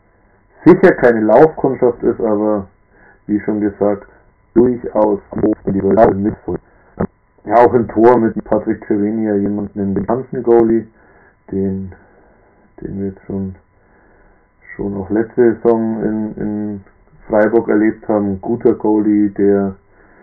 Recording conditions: poor sound quality